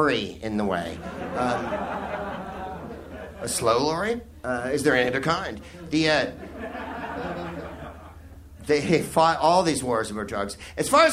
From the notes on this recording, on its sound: Live from the Soho Theatre in London